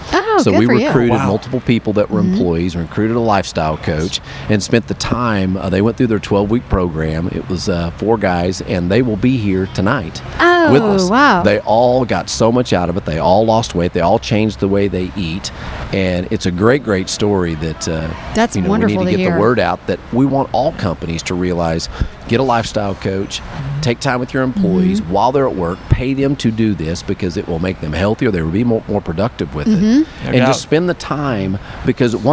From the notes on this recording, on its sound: In the midst of a VIP cocktail hour LIVE from the Connect+Cure Gala in Oklahoma City, leaders on the diabetes research and treatment frontier were kind enough to converse with us.